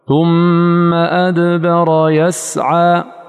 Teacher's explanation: فإذا قلت ثم أدبر يسعى، زمن مكثك على السين يساوي زمن الساكن في الدال، ولكن لننتبه أن زمن تحقيق الدال ليس كزمن تحقيق السين، وهذا معنى أن الإخوة يمكث عليه أكثر من الشديد، ولكن زمنه الذي هو في الكلمة واحد. زمن السين أخذ كله محققا للسين، وزمن الدال أخذ بعضه للدال وبعضه للقلقلة · Term: القلقلة